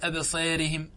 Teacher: الإمالة تنتصر على الاستعلاء